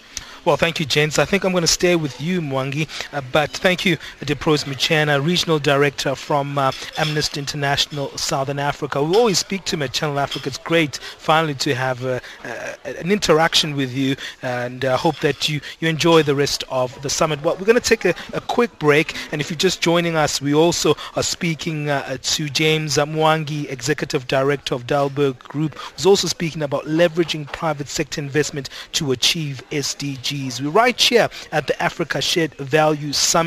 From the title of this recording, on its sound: Africa Shared Value Summit (Outside Broadcast)